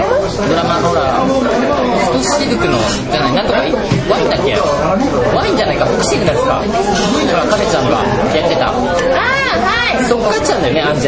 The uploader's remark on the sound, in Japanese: 某立ち飲み屋で「いざかや～ん相談室」に代わる新コーナー「5 Minute」というタイトルが決まるまでの様子を収録しました。